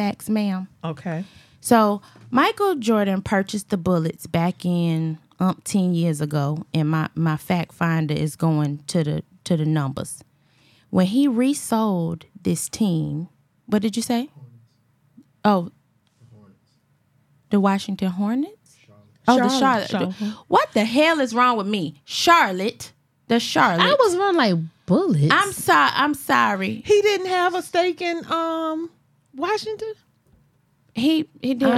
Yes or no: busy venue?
no